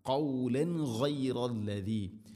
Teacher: കൗലൻ തൻവീന് ശേഷം ഗ, ഗൈന് തൊണ്ടയുടെ മുകൾ ഭാഗം, വെളിവാക്കി ഉച്ചരിക്കണം, മണിക്കാതെ വെളിവാക്കണം